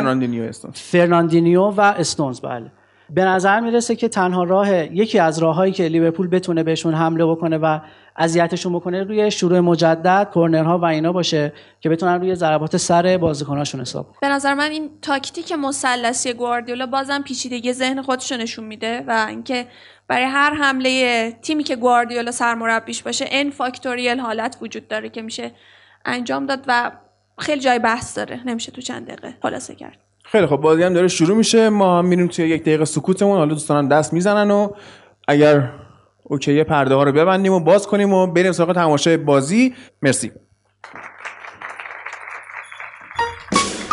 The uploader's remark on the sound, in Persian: اجرای زنده 19 آبان. اجرای زنده فوتبال لب روز یکشنبه نوزدهم آبان ماه برگزار شد و با همراهان فوتبال لب به تماشای بازی در سالن سینمای باغ کتاب نشستیم.